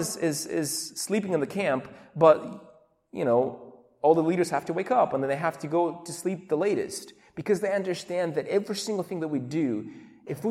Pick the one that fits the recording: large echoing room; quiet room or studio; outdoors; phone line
large echoing room